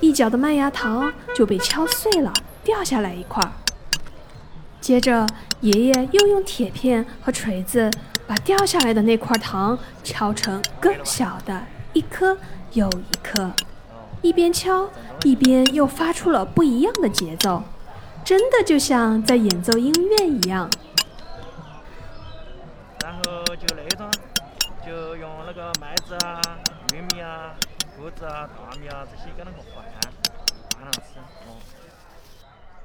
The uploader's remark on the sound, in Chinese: 市场环境氛围